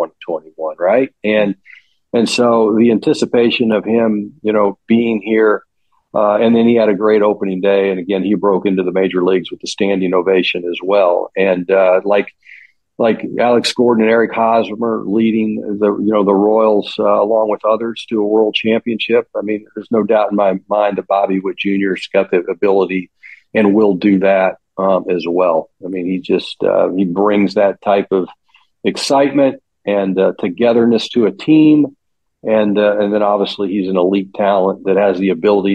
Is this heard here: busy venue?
no